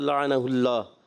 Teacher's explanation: اسم جلالت کے لام کو آپ نے پر کرنا ہے